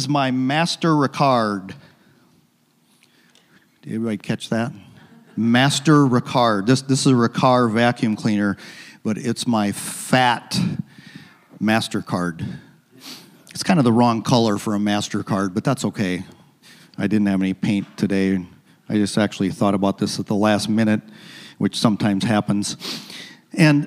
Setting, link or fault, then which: setting, large echoing room